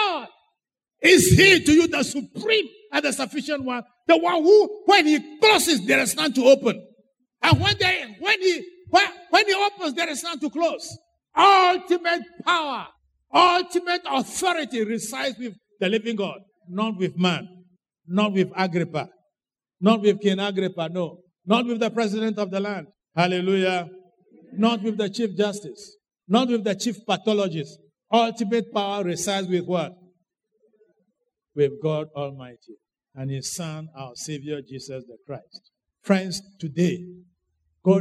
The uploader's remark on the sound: Sermon preached at CBC Adabraka Campus